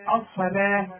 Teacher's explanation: فخم قوي الصاد واللام رقاها والواو عليها ألف علشان تحولها لي إلى ألف.